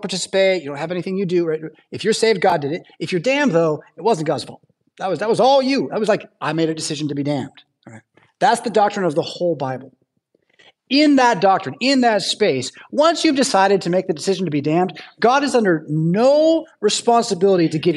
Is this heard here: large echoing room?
yes